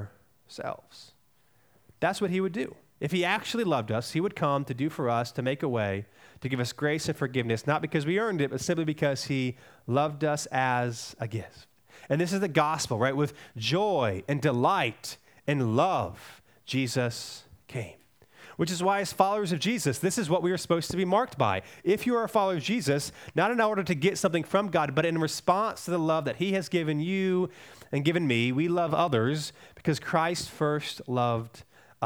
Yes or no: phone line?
no